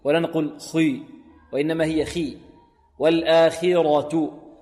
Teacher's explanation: الخاء هنا في أقل مراتب التفخيم، الخاء والغين والقاف حروف مفخمة ولكنها منفتحة وليست مطبقة.